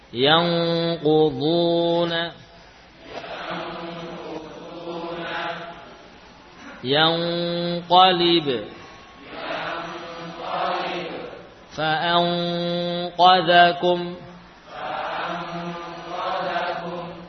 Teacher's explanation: lidah bagian belakang nempel kuat sehingga suaranya terpusat melalui hidung · Term: Ikhfa